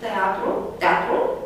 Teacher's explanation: Teatru, la început preluat cu T, da? Nu cu, nu cu surdă aspirată, ci cu surdă, pur și simplu